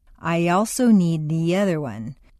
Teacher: After a long E sound, your lips will be pulled back far enough to create a Y glide or liaison.